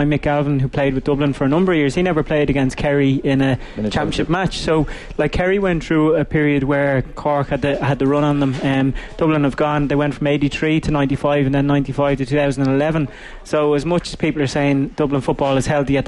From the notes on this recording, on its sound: The Panel was broadcast live from the 24th Annual Comortas Peile.